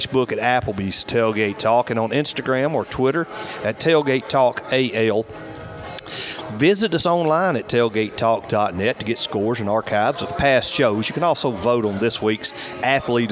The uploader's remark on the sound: Live at Lucy's BARge for Cornhole for a Cure.